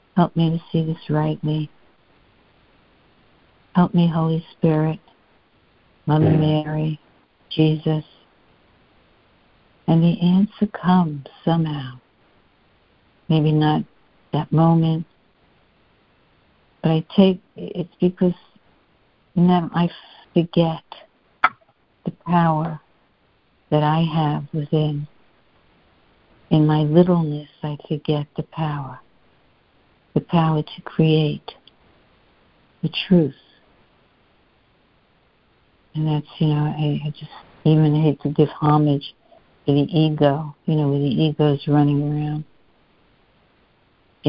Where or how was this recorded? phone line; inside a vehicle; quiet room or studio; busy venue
phone line